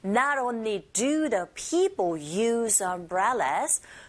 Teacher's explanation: 동사 use는 쓰가 아니라 z로 발음된다는 거 아시죠?